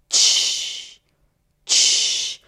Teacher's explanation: So basically it's like a T and a sh sound together.